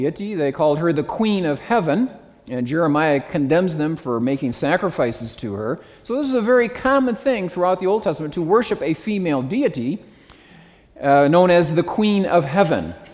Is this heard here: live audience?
yes